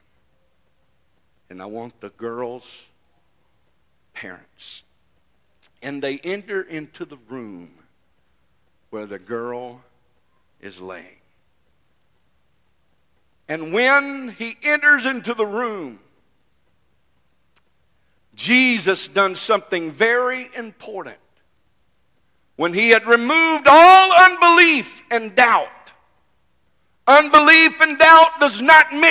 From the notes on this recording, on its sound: This message is broadcast live from First Pentecotal Church in Silsbee Texas.